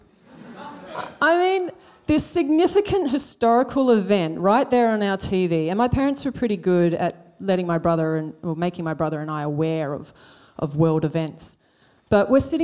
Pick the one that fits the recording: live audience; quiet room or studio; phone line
live audience